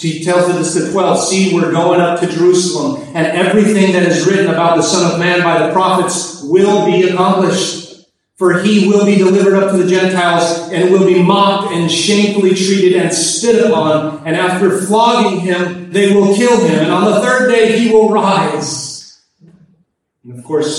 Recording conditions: poor sound quality